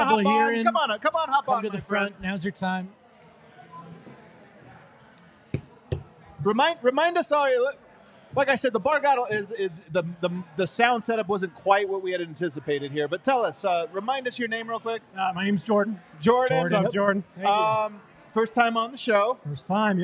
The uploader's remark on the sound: Live from the DNVR Bar. Audience Q&A.